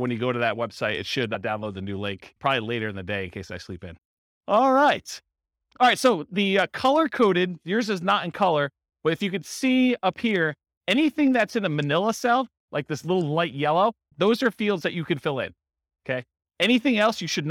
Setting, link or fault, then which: setting, live audience